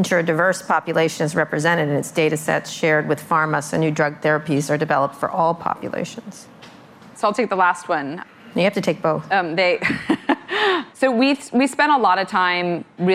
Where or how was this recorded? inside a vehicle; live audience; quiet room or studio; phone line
live audience